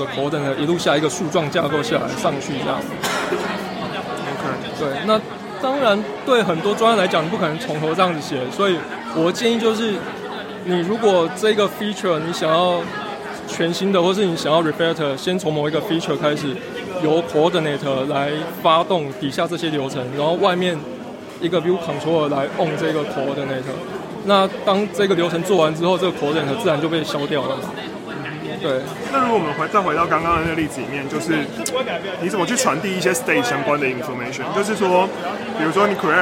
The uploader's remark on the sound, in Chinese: 我們在活動現場。也是 weak self 首次「出外景」。有一小段切錯錄音模式了，所以聲音跑錯邊。